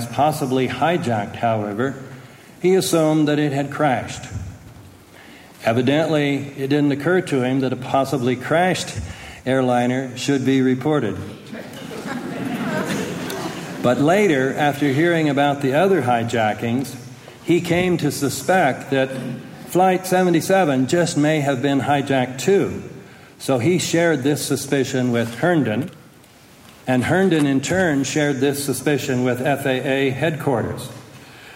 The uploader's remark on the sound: From a speech delivered on October 12, 2005 in Montpelier, Vermont.